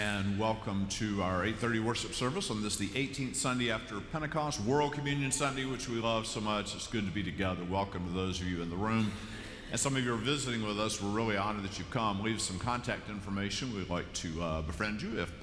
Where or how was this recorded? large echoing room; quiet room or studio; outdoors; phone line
large echoing room